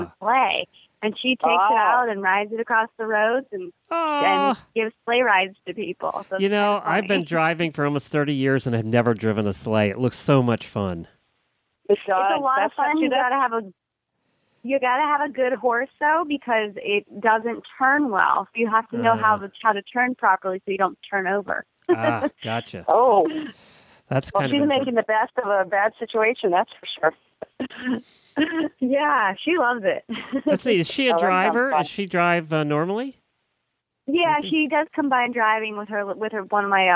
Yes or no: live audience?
no